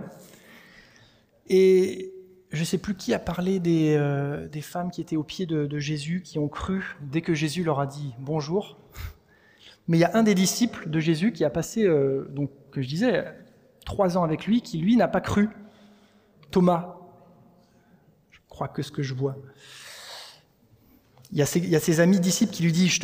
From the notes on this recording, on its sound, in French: Enregistré à l'église CVV